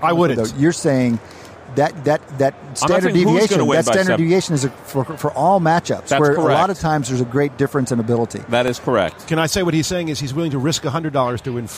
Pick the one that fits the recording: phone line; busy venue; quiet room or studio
busy venue